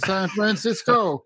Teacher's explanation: San Francisco with emphasis on that last uh, syllable